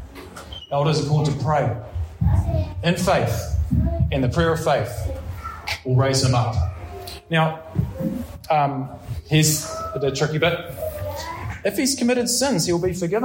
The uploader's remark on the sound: Preached at Ngaruawahia